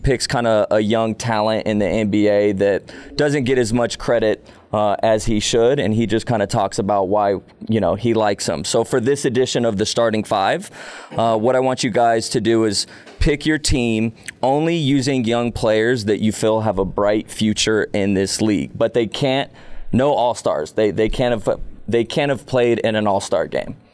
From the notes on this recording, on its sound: We’re back recording from the Smoove's Hair Gallery Barbershop in Las Vegas.